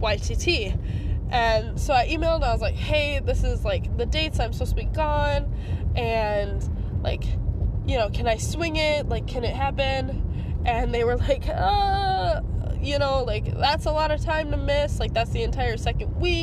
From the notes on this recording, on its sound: Audio journaling in my car